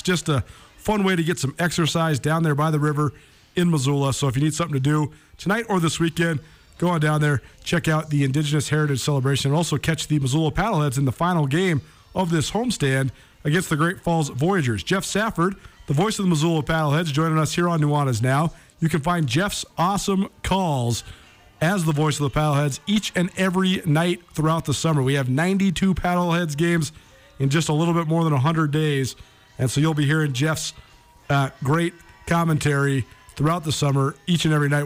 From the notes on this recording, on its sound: Live from his seat in the press box at Ogren Park.